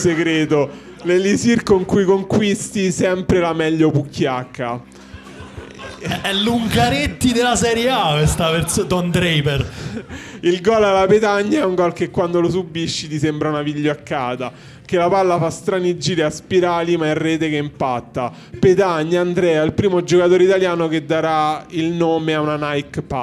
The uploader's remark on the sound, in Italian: Puntata di Pendolino registrata live all'Arci Subasio di Foligno.